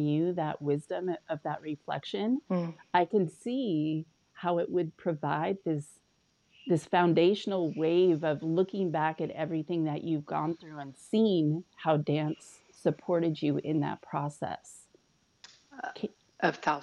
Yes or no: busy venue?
no